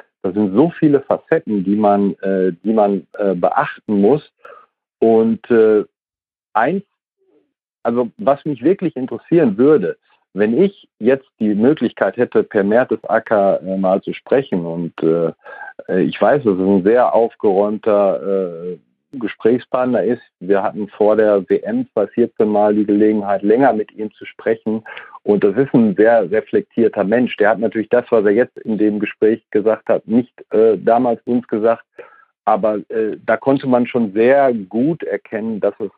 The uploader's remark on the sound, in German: Per Telefon zuschalten - der Podcastgott wollte es nicht anders und hat uns sämtliche technische Hürden in den Weg gelegt, die es so gibt.